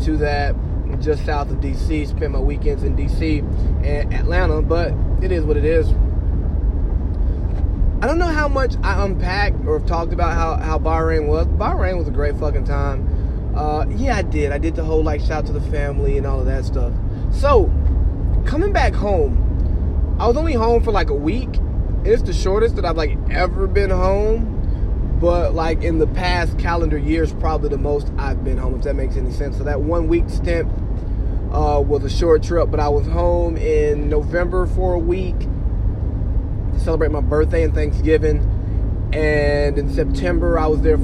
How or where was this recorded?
inside a vehicle